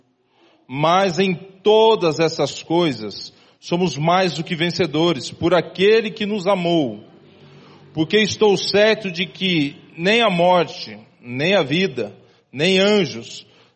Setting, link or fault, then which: setting, large echoing room